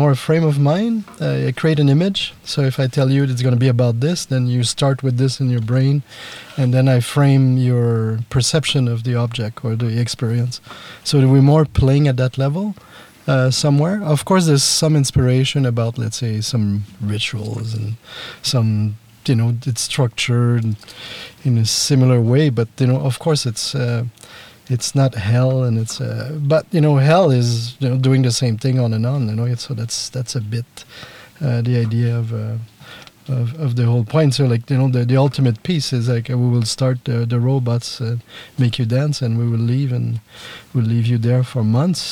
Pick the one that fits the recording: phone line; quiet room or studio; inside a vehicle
inside a vehicle